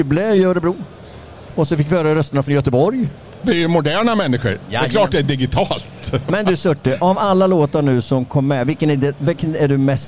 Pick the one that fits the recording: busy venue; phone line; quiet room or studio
busy venue